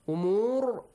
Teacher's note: when you stop, ra has a heavy sound